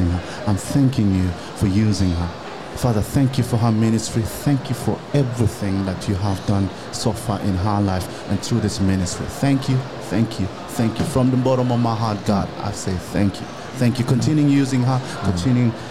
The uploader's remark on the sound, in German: hier live auf der MEHR Konferenz 2024 in Augsburg